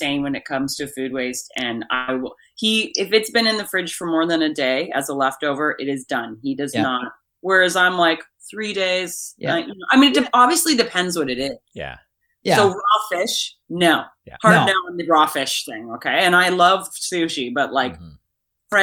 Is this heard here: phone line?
no